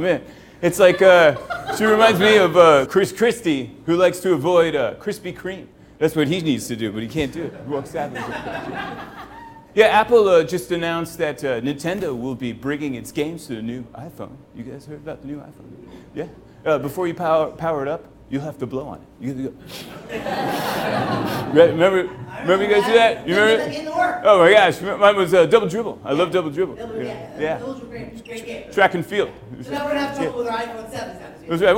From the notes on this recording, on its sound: This is the podcast of the LIVE show. This show aired at The Peoples Improv Theater in New York City.